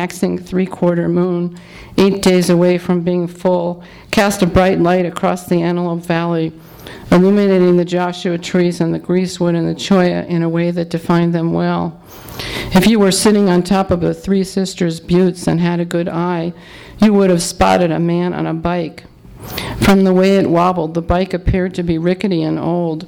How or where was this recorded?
live audience